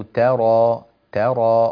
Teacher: رقق التاء، لا تقول ولو ترى طا، ولو ترى ترى، رقق.